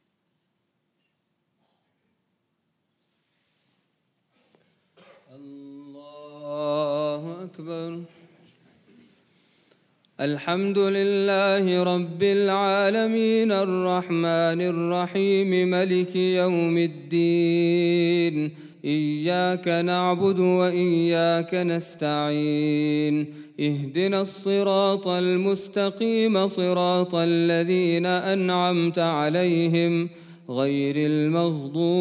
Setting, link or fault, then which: setting, large echoing room